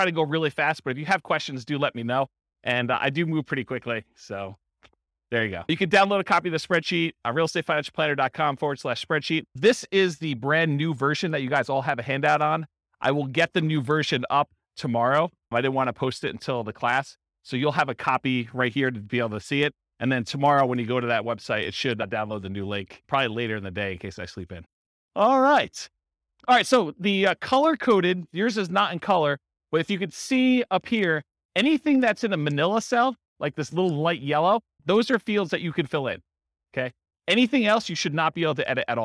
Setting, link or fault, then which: setting, live audience